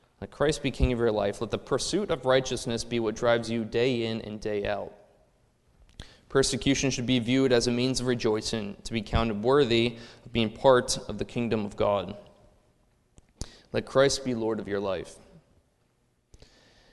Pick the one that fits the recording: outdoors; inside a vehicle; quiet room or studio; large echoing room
large echoing room